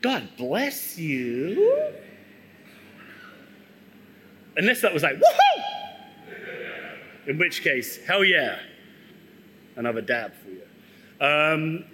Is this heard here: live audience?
yes